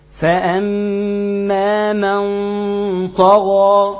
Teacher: بفخم الغنه بتاعت النون